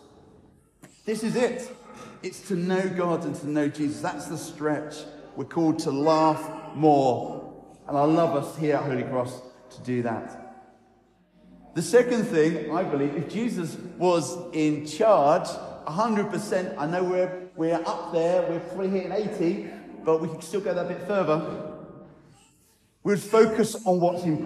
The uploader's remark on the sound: I recorded on Sunday 21 st May an encouraging talk at Newcastle Holy Cross (Fenham)